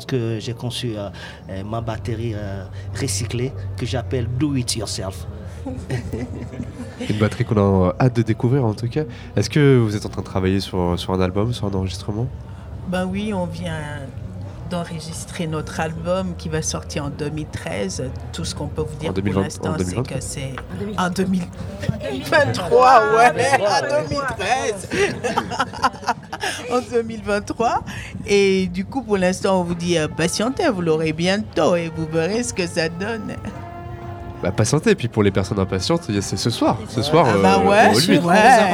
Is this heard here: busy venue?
yes